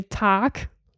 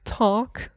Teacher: I would say tack, but you say more like talk. So it's a bit more in the O direction. · Shown in: second take